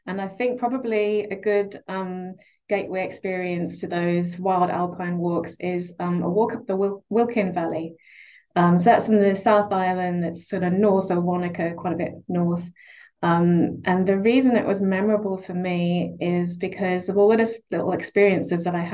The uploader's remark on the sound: a recording of the live Q&A session from the LEARNZ online field trip